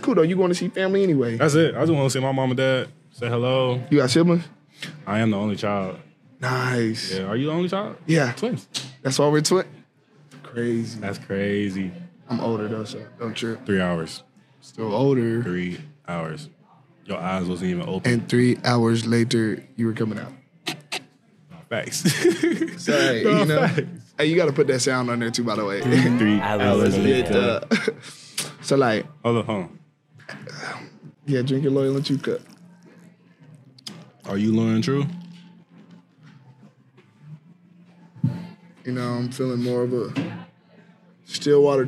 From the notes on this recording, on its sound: Recorded at Eskimo Joe's